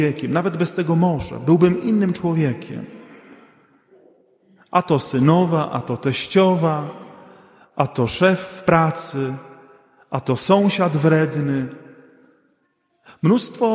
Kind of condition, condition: setting, large echoing room